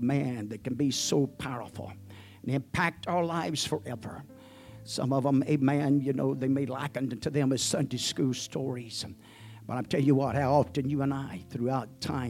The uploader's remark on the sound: At the First Jesus Name Church of Benndale on the Sunday morning.